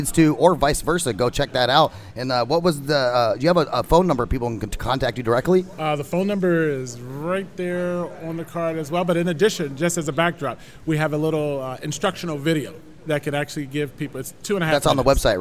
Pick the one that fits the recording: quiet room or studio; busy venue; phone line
busy venue